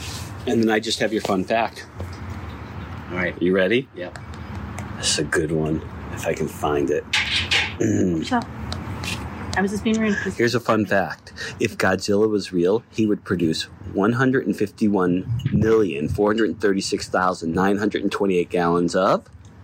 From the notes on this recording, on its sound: takes his Iphone on the road and gets real with people on the street